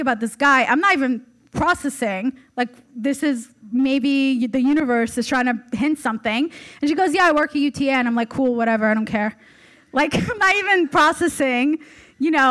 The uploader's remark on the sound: (LIVE SHOW SPECIAL). Takes the stage for the first ever live recording of Almost Adulting. Recording live from The Hollywood Improv.